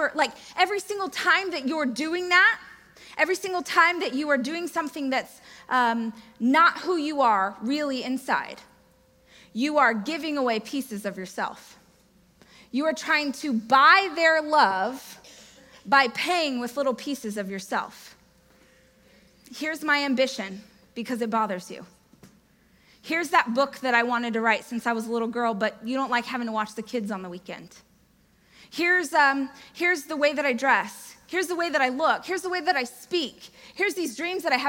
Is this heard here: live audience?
yes